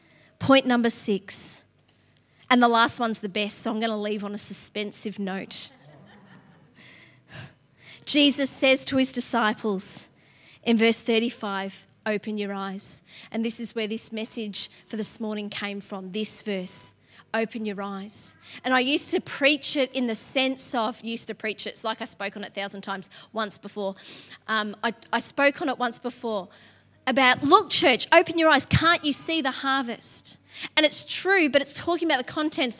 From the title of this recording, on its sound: LIVE at Echo Church